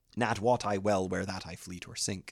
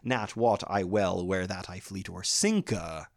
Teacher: There's actually a little E at the end of sink, which probably, arguably, would have been pronounced. · Shown in: second take